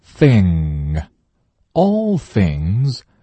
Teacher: 前面的 things 不要忘记咬舌头